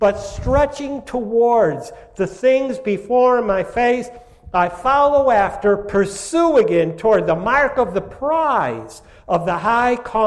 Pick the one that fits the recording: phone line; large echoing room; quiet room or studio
large echoing room